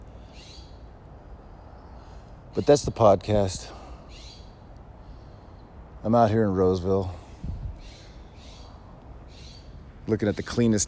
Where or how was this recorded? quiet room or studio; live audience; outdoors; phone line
outdoors